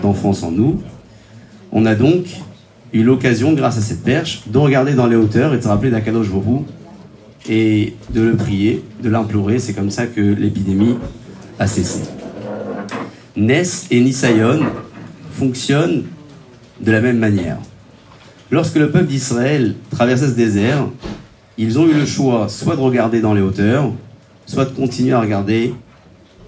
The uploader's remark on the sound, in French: Conférence donnée le 23/11/2023 à Neuilly Plaisance